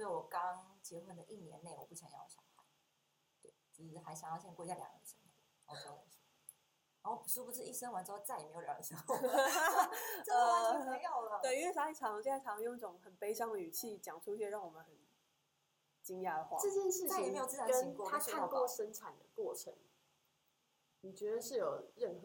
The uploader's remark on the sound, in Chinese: 感謝只要有人社群顧問提供錄音器材及場地。這集收音品質出了點問題。